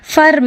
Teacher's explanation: ಫರ್ಮ್ ಅಲ್ಲಿ ಐನ ಉಚ್ಚಾರಣೆ ಅ ಅಂತ ಬಂತು